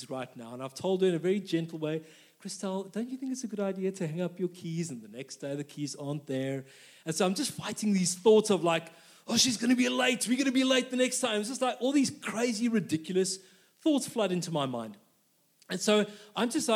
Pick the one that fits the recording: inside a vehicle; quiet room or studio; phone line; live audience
live audience